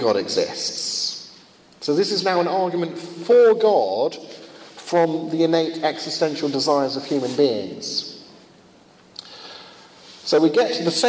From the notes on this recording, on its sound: Conducted at a Finnish conference on the problem of evil.